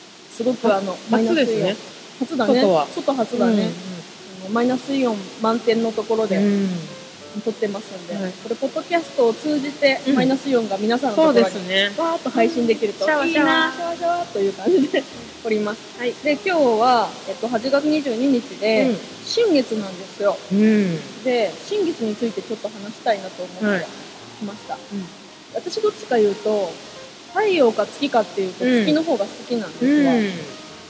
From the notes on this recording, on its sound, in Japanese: 新月の日に滝の横で収録した。滝の音とマイナスイオンをたっぷり乗っけて配信します。